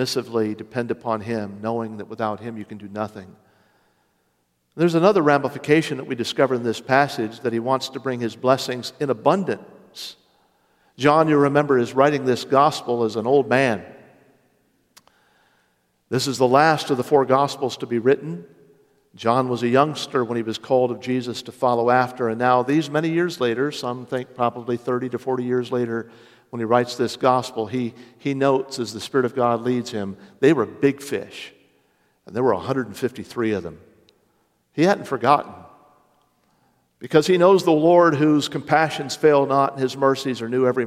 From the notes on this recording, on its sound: Originally preached Sunday morning March 12, 2023.